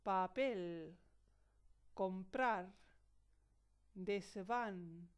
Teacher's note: Según su pronunciación, las palabras se clasifican en cuatro grupos principales. Agudas, cuando el acento tónico recae sobre la última sílaba.